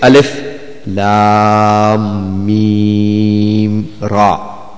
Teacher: The duration that you take to pronounce one alif, it has to be doubled in the stretch of the voice. So there is a mad on the lam, and there is a mad on the meem, but there is no mad on the ra